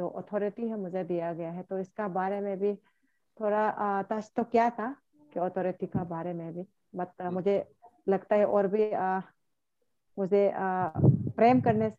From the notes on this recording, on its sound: Zoom Meeting